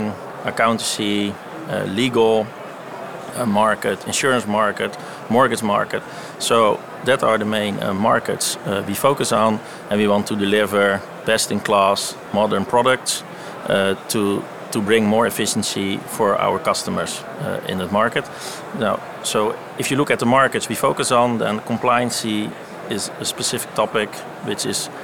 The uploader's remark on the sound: Live recorded from Money2020 (June 2023).